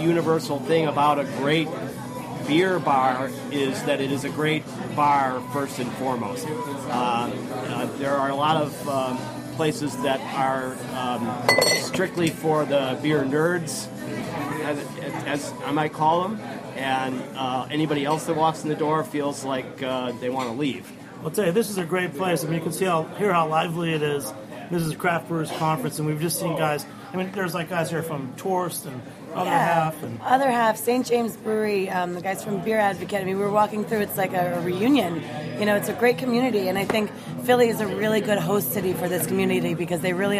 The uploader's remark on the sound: a special episode recorded at Monk's Cafe in Philadelphia during the Craft Brewers Conference in May